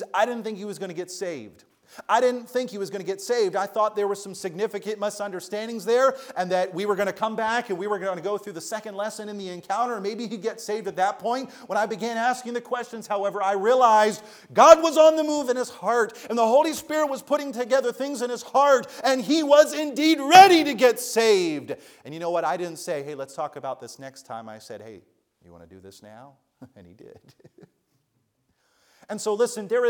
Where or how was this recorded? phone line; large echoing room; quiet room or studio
large echoing room